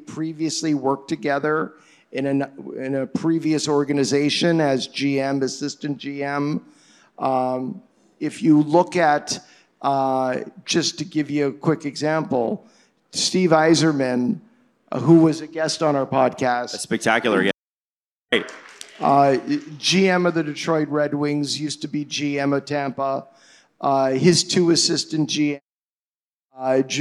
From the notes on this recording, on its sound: Live from The Rec Room in Toronto on All-Star weekend.